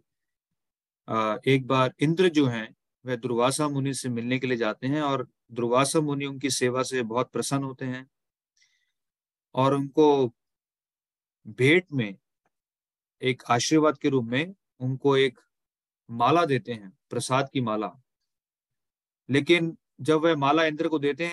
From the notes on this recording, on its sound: Zoom recorded session